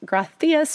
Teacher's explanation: My husband's family is from Spain, and they pronounce just, you know, in Spain, the word thank you is pronounced gracias with a little bit of a TH sound